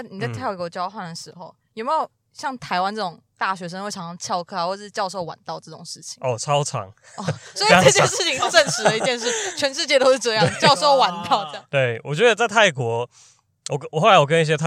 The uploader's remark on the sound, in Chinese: 本集在車上錄音，收音極差，請見諒Ｑ